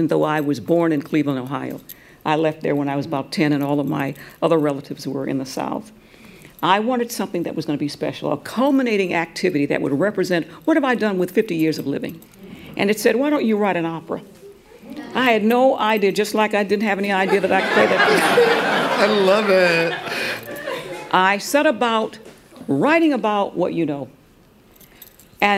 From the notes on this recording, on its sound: Live from The Greene Space stage. We’re bringing you a portion of this event.